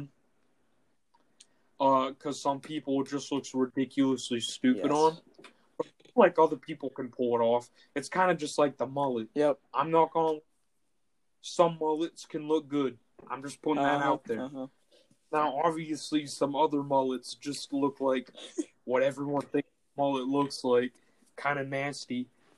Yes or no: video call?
yes